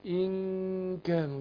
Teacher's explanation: وهنا الإخفاء نون ساكنة وبعدها الكاف، ده هنرقق الإخفاء